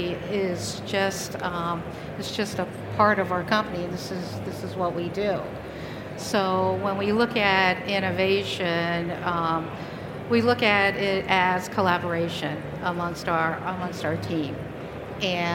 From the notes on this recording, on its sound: This is the recording of a Learning Lounge from the recent CPMA Convention and Trade Show in Toronto.